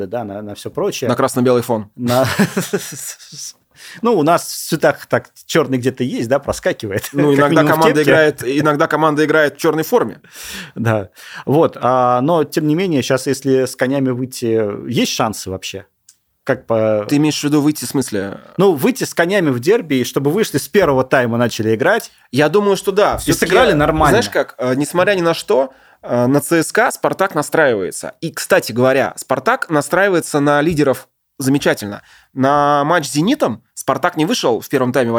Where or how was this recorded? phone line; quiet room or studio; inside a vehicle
quiet room or studio